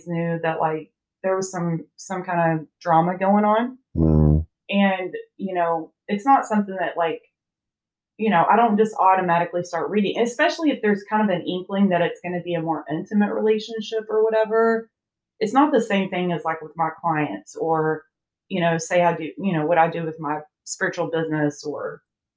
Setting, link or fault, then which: fault, poor microphone